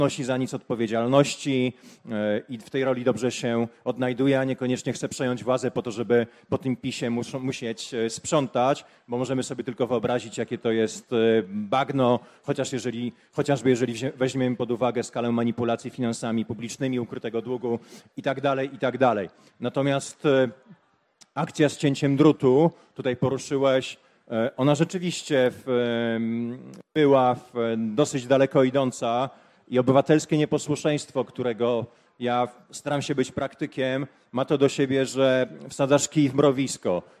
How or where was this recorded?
live audience